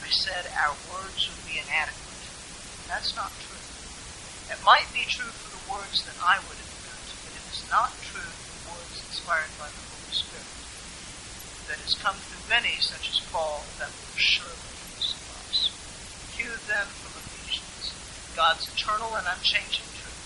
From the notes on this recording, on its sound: Apologies for the poor audio quality.